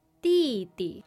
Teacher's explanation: That is a fourth tone and a neutral tone.